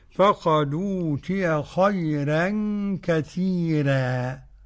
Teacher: كثيرا ترقيق الراء لورش والتفخيم للباقي. ورقق ورش كل راء وقبلها مسكنة ياء أو الكسر موصلا.